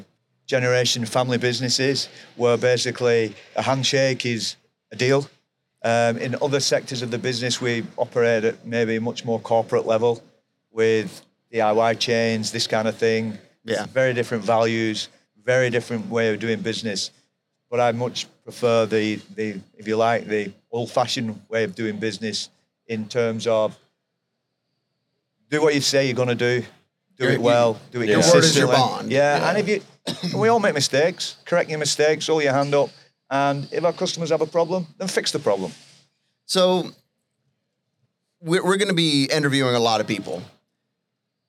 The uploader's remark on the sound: LIVE FROM NATDA.